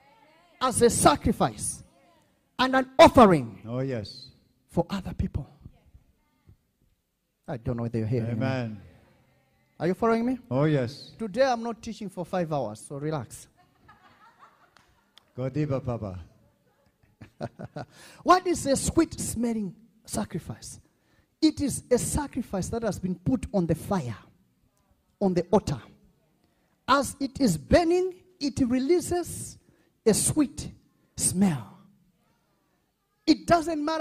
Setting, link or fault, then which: setting, large echoing room